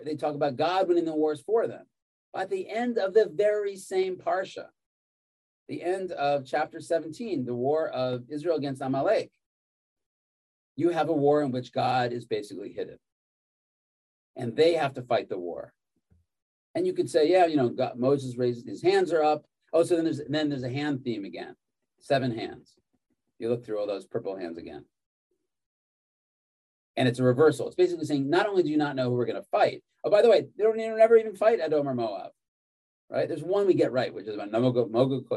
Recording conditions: video call